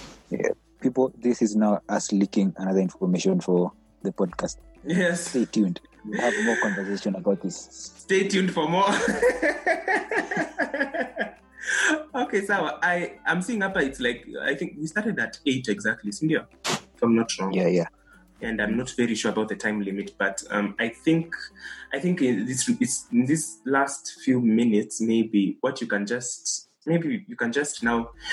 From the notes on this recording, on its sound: We are newbies to the podcasting sphere, so apologies in advance for any technical hitches that may pop up.